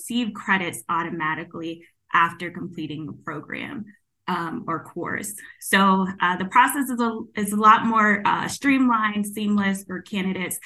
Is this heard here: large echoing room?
no